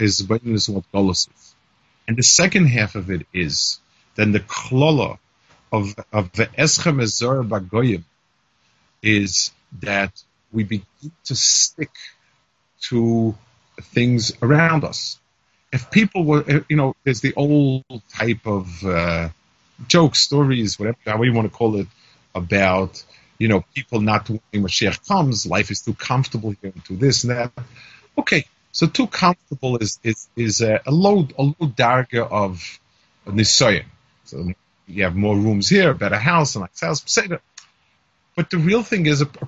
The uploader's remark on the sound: Melbourne Kollel by Skype